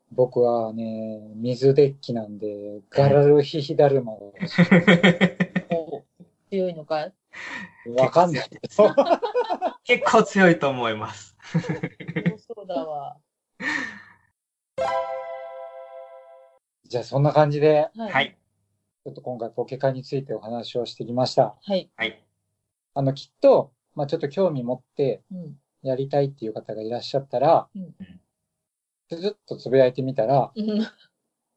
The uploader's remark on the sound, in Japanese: 何かとお聞き苦しいところもあるかと思いますが